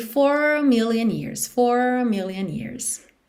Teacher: Esse A de a million years não é muito destacado